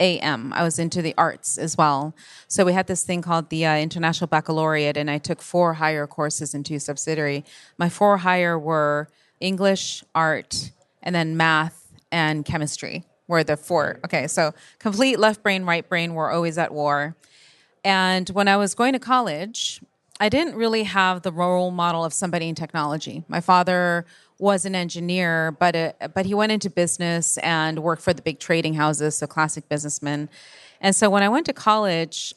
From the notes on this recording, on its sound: This episode of Over the Edge was recorded live at Edge Computing World.